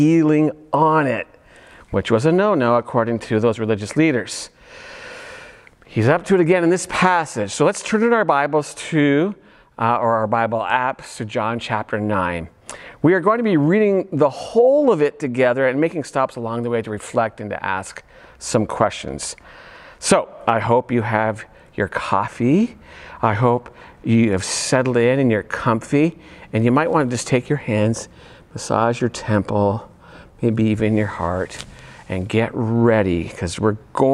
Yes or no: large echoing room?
yes